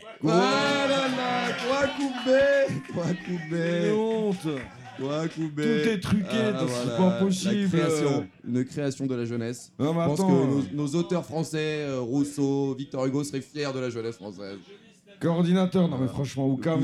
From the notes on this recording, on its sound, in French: Épisode exceptionnel enregistré au Festival de la Réconciliation 2023. Épisode exceptionnel enregistré au Festival de la Réconciliation 2023.